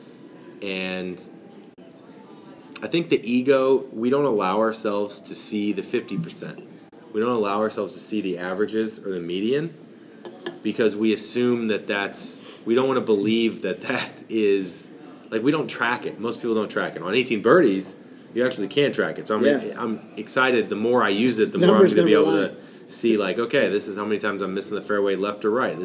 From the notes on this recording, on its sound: LIVE from the PGA Show.